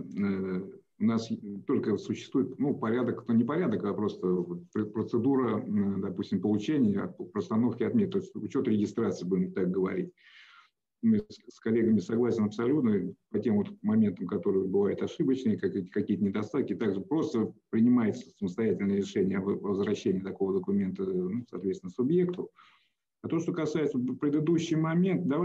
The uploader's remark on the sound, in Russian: Круглый стол в онлайн-формате